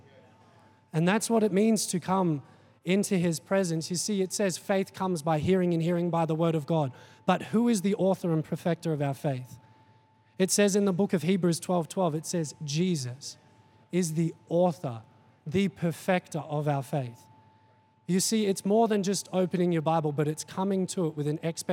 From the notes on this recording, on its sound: Recorded during our 5pm service on Sunday.